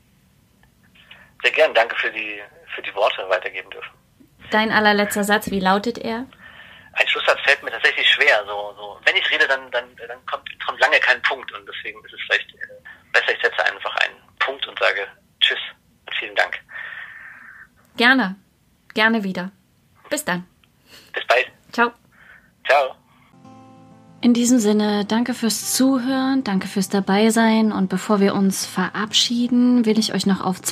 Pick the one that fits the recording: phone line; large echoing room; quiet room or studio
phone line